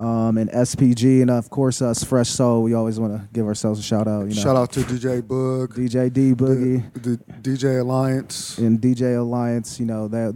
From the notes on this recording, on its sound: This episode was live from The Creative Plug. This episode was live from The Creative Plug.